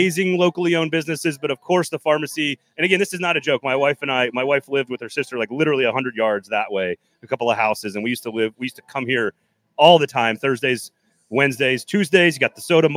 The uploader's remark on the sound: We are LIVE from The Pharmacy Burger Parlor and Beer Garden! We are LIVE from The Pharmacy Burger Parlor and Beer Garden!